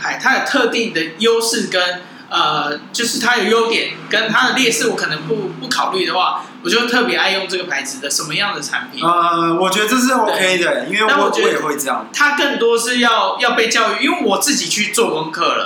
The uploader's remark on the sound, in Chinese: 錄音地點｜ 藍色咖啡館 108台北市萬華區大理街131號。